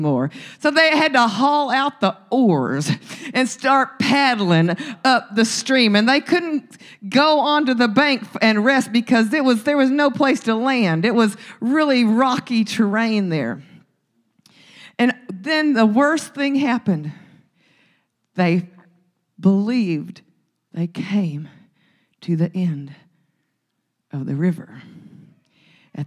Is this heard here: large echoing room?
yes